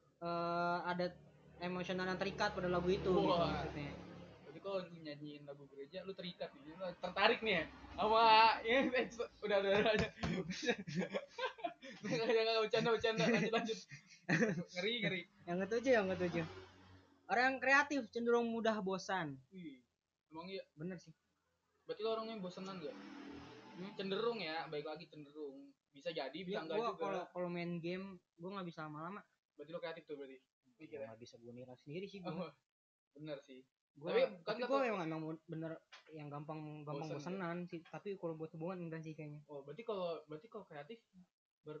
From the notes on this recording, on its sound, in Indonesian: Audio nya kaya anjing jadi maaf jika banyak suara kendaraan.